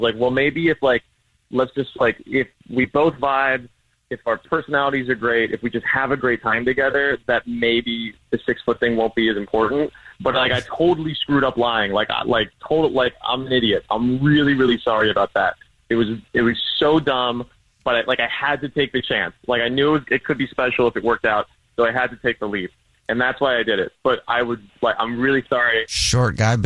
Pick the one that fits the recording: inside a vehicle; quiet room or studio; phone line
phone line